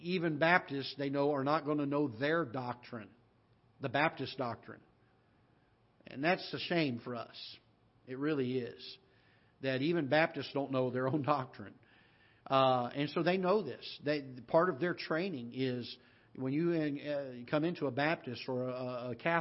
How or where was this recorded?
large echoing room